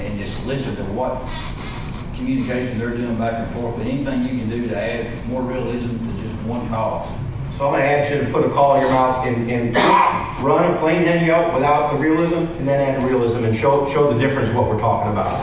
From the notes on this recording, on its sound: Grand National Turkey Calling Champions Panel from the 2018 NWTF Convention and Sports Show in Nashville. This is a panel of 7 or 8 of the former Grand National Turkey Calling Champions.